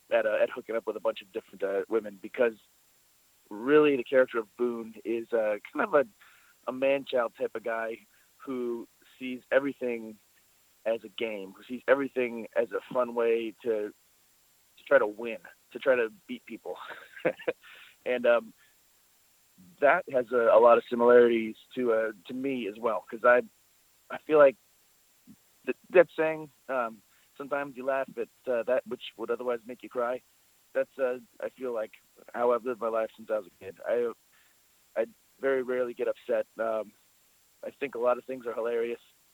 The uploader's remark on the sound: This is the full audio from the July 17, 2018 Impact Media Call.